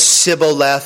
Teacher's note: those that said Sibboleth and couldn't say the SH sound